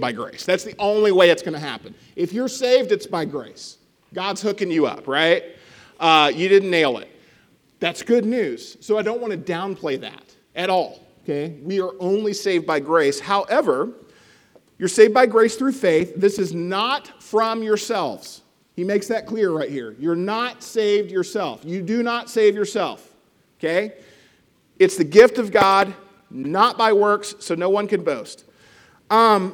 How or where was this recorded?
large echoing room